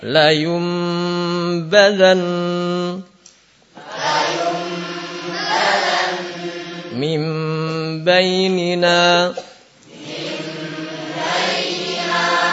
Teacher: Tanwin atau nun sukun sebagai judulnya itu berjumpa dengan ba. Yang benar membacanya bibir menempel. Nah, kedua-duanya ya, apa terjadi bersentuhan. · Term: iklab